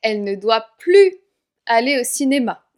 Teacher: On ne prononce pas le S car on a une négation ici.